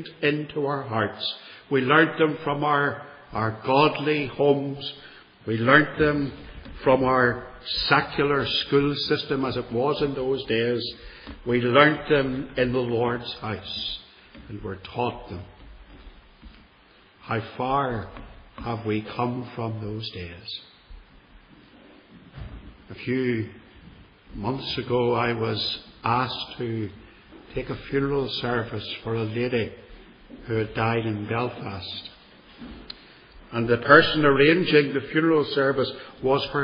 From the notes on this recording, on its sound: This one dates from 2013, and was preached at Templepatrick Reformed Church, and is reproduced here without editing.